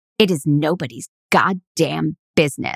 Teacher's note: I also added some vocal fry.